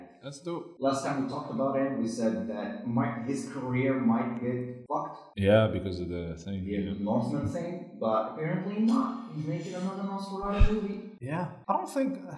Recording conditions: poor sound quality